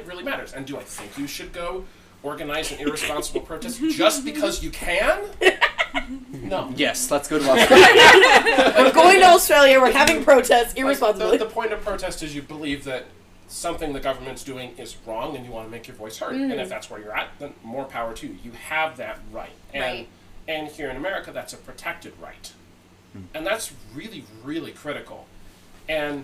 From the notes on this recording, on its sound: We have a special guest, so sorry if the audio isn't as good only using one microphone made it a bit difficult.